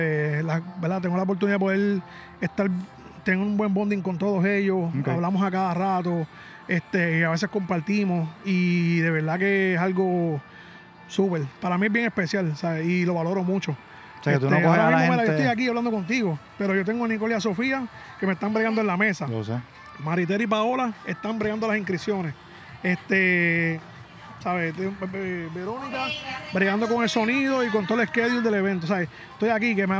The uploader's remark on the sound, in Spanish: un podcast “live” que se hizo en pleno evento